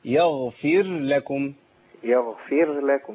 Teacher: الراء تقبل إدغام في الإيه؟ في اللام. لقرب المخرج. يغفر لكم، يبقى انا كده ضغمت الراء في اللام.